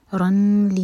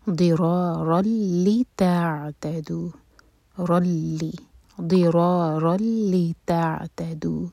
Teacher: ادغام ہوگا بغیر غنہ کے، یعنی کہ ہم ناک میں آواز بالکل نہیں لے جائیں گے · Shown in: second take · رن لی نہیں کہیں گے، پڑھا جائے گا ضرارا لتعتدوا، رلی، ضرارا لتعتدوا.